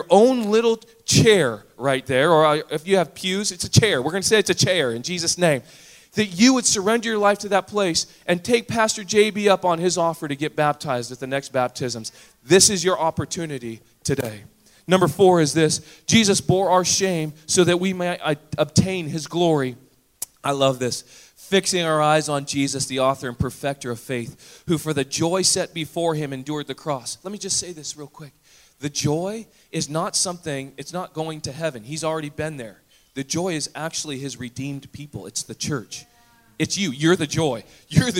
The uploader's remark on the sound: Recorded on August 6, 2017 at THRIVE Church Summer Retreat Surrey, Canada